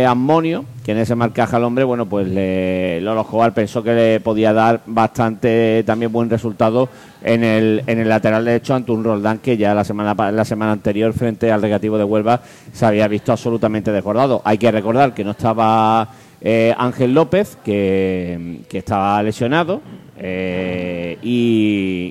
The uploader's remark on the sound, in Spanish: emitido en directo desde La Puta Calle de Plaza Andalucía